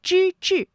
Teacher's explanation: 之志，这两个字啊都是翘舌音，它们的声母都是之